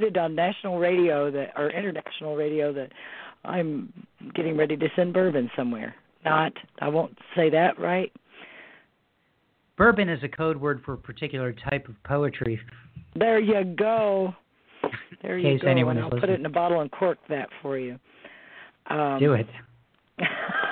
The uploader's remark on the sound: Special PSH Live event. A few of our top ten scoring poets were listening and called in to read their poems.